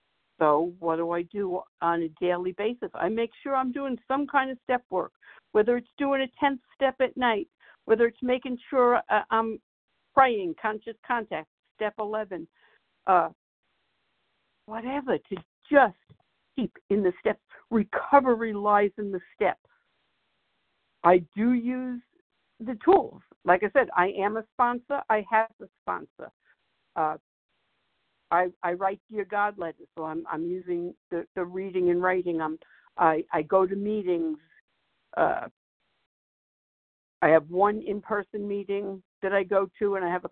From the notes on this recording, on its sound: from the 100 Pounders Phone Meeting, 1/31/24.